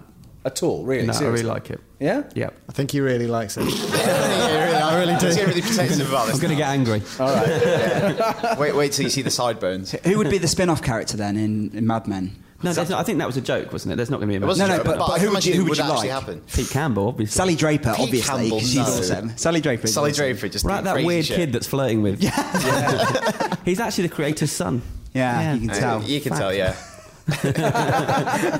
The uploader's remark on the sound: Recorded in front of live, quite petrified studio audience.